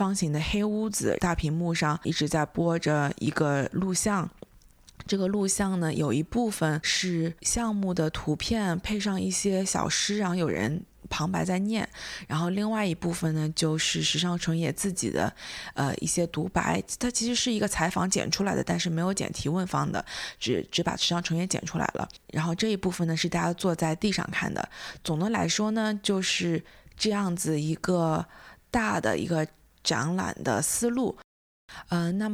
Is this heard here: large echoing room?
no